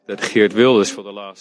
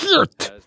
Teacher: They really get the hissing of the Geert.